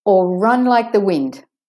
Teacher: And we go down because of the full stop.